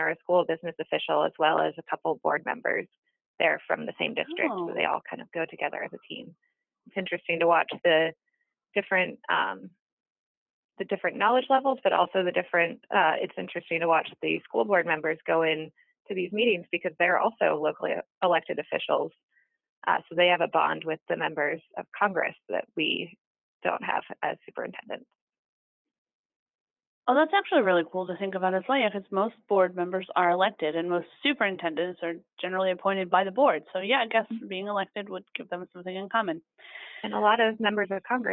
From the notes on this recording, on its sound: She called